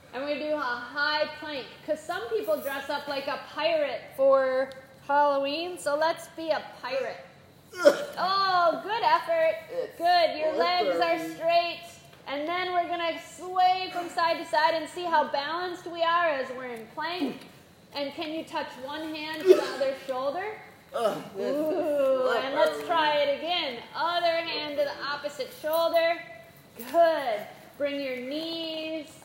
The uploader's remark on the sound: This is a live recording from a 30-minute Mini-Mindfulness & Yoga Session.